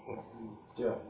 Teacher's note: Dengan menerapkan ya, tengah lidah benar-benar pada posisi menempel dengan langit-langit. · Term: huruf jim